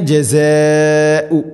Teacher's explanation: ببعض فما جزاء مد متصل നിർബന്ധമായിട്ടും നാലോ അഞ്ചോ ഹർക്കത്തിന്റെ ഖദർ നീട്ടണം · Term: മദ് മുത്തസിൽ